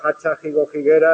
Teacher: Pero aún hay gente, hay dialectos, en Asturias, por ejemplo, en Extremadura, hay un refrán que no diga hacha, jigo, jiguera, no es de esta tierra. En Extremadura se sigue pronunciando la H cuando procede de una F inicial latina.